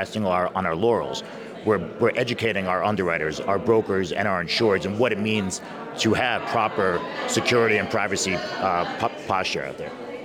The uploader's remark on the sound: A panel of industry experts at the 2023 WSIA Annual Marketplace in San Diego